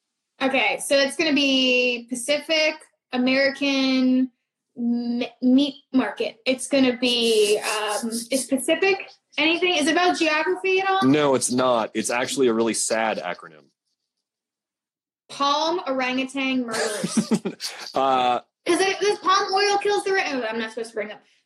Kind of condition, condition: link, video call